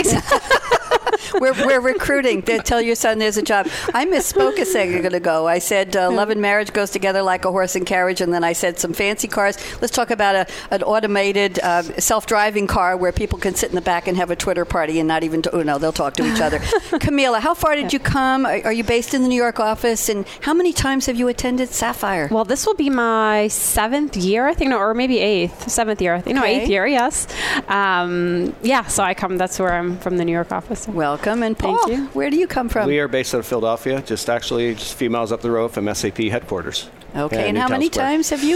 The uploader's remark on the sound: Live from Sap Sapphire Now 2017